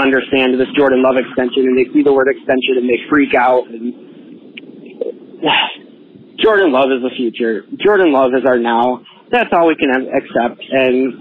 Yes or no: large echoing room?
no